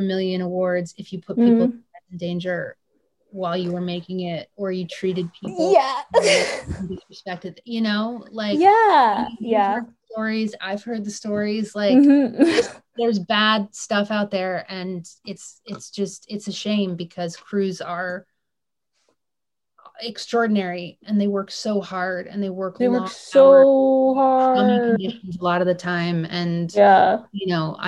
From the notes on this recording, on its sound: a spoiler-filled virtual Q&A